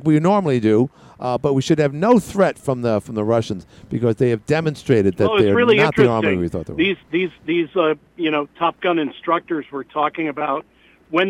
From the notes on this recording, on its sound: called